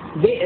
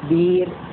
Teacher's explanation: أن نبدل الهمز الساكن لحمزة حرف مد من جنس حركة ما قبله · Shown in: second take · Term: الإبدال